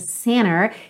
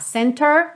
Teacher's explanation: super americana essa pronúncia center, que está realmente omitindo a letra T. · Shown in: first take